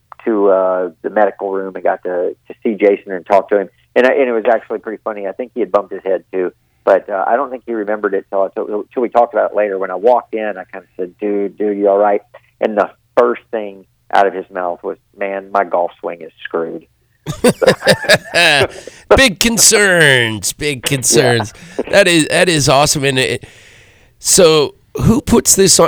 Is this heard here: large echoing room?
no